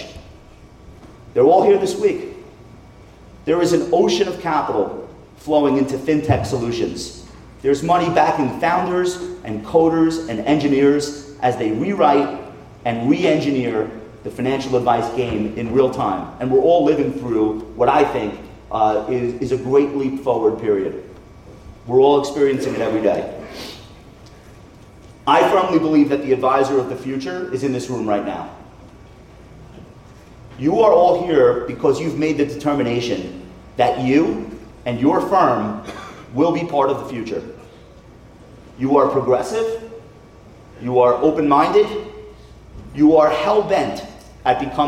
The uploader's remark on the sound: Remarks to the advisor community live from Wealth/Stack.